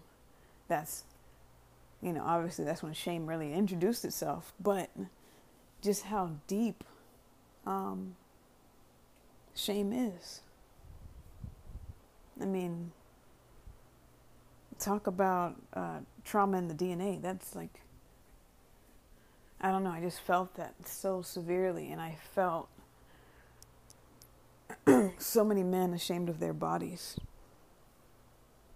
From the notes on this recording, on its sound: Previously recorded voice memo.